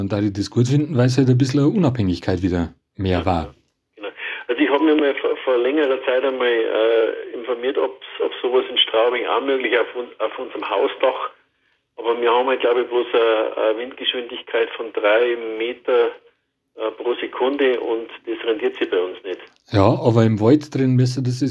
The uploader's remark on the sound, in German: am Telefon